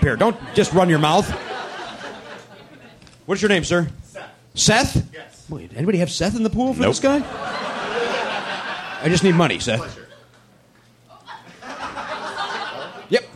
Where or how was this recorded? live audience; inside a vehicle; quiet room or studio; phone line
live audience